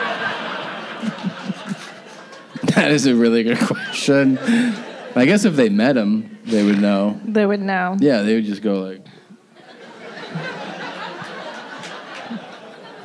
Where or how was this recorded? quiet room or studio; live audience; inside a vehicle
live audience